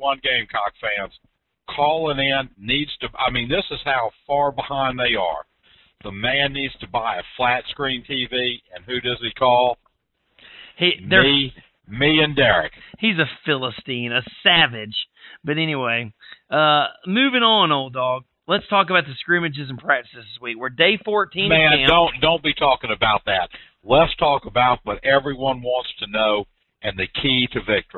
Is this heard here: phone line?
yes